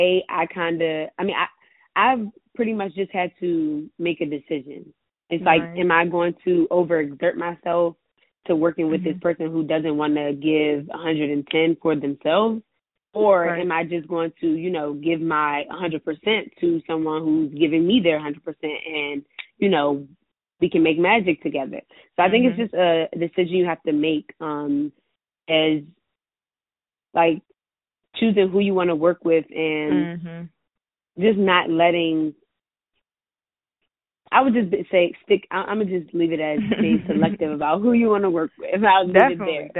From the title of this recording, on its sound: On the Phone